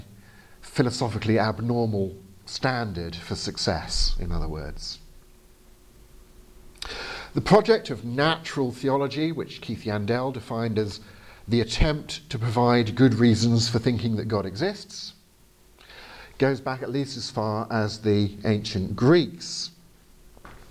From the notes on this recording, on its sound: Arguing for God (Oslo, 2022). As delivered to the apologetics class at Fjellhaug International College in Oslo.